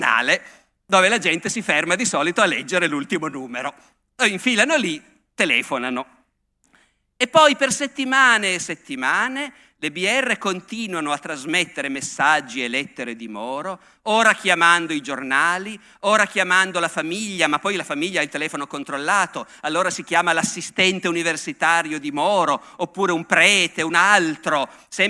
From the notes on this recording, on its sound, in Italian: Festival della Comunicazione, Camogli 2017.